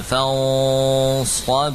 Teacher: Lidah berposisi di sekitar permukaan gigi seri bawah, lalu ditebalkan ya, bagian pangkal lidah dinaikkan menegang sehingga suara gunahnya menebal.